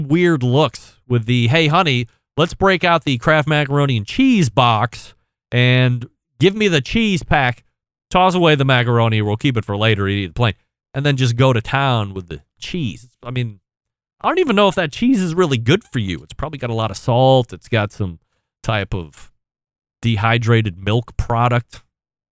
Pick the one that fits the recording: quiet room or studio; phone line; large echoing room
quiet room or studio